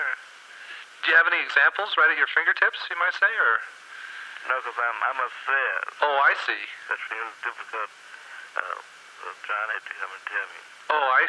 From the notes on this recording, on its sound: Phone call